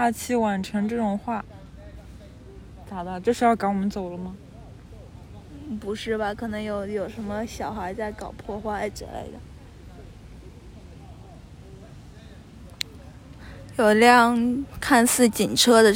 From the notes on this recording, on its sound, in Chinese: 因为是散步录音，所以过程中会有一些环境杂音